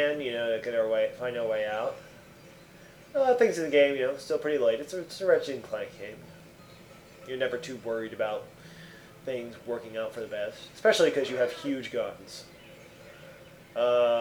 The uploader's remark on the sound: We had a great podcast lined up for you, but I botched the recording.